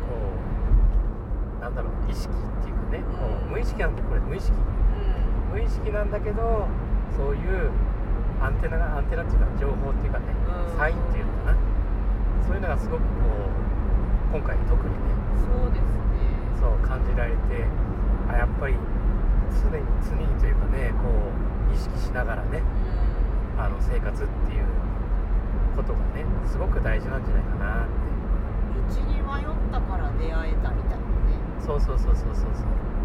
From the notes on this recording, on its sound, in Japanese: WAFF号で移動しながら話しています。ノイズが多くてごめんなさい。